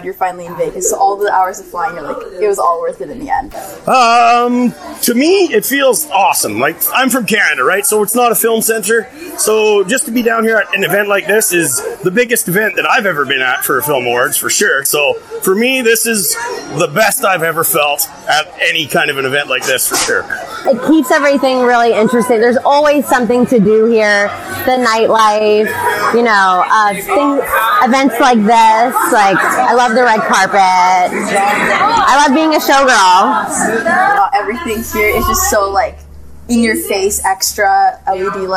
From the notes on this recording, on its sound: We Are Live From The Vegas Movie Awards Red Carpet! This is a very special and unique episode where we do live interviews from the red carpet!